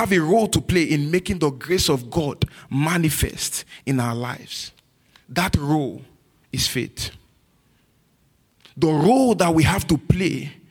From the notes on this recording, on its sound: This message was recorded at New Covenant Church on April 16, 2023 in our night service.